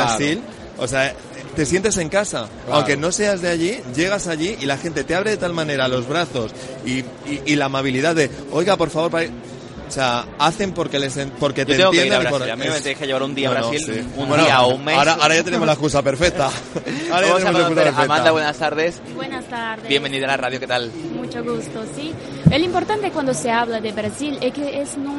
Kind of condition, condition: setting, busy venue